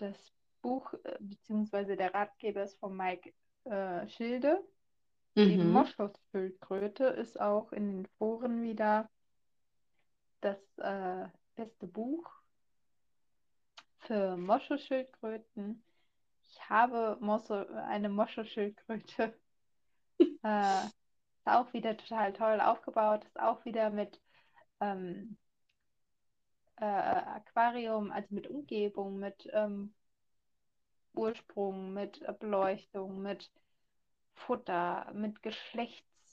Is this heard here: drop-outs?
yes